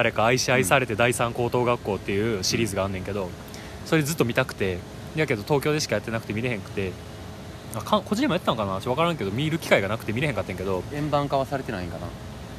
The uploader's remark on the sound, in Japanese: 居酒屋が復活するとのことで、アフタートークはそこで収録しよう！気付けば高瀬川沿いで。